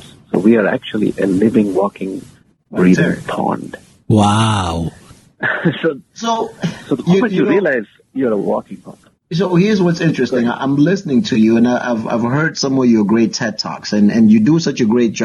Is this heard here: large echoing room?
no